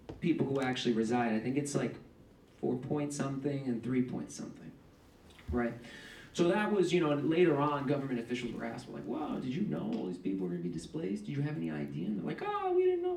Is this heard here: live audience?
yes